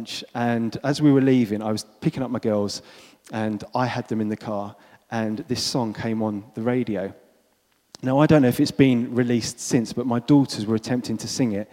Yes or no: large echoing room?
yes